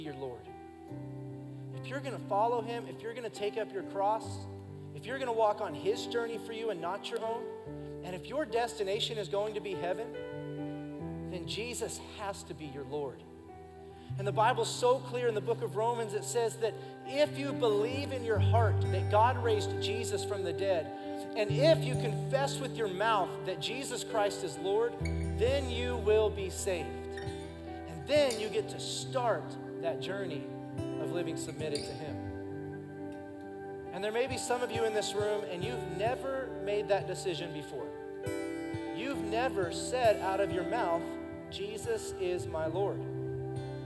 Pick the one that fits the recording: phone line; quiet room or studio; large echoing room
large echoing room